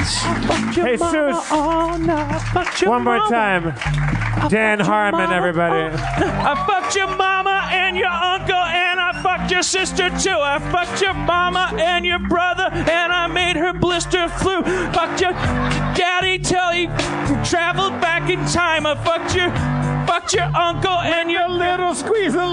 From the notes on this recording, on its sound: Note: the audience was not mic'd this episode.